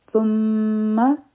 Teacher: خپله ژبه د بره غاښونو د لاندې راولو. میم مشدد دی، غنه به کو.